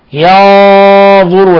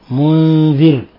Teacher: الحكم التجويدي إخفاء حقيقي والغنة مفخمة · Shown in: first take